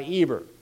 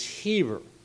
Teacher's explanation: if you aspirate the E, it's Heber · Shown in: second take · And aspirated E's are not uncommon, and that's where we get the H sound.